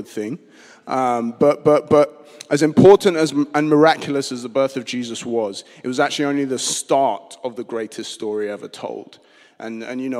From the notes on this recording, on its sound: Streamed live at St Paul's Shadwell